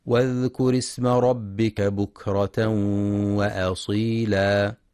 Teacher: ينتبه القارئ لهمزة الوصل فهي تسقط في درج الكلام، فلا يقرأ واذكر اسم ربك بإثبات الهمز.